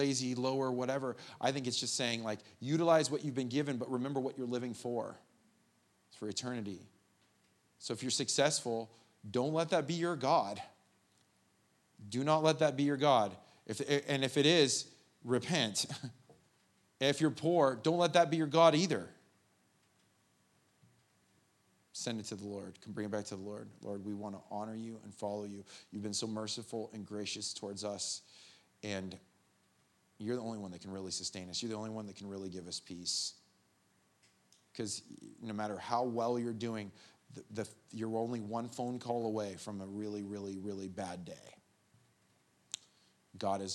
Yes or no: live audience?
yes